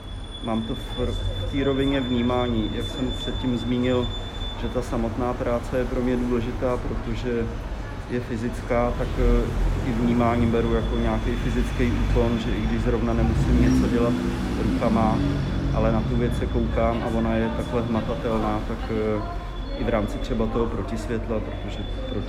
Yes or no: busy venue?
yes